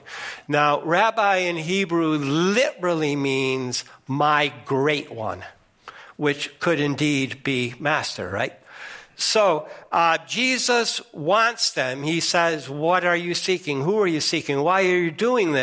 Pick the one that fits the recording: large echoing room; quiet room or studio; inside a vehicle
large echoing room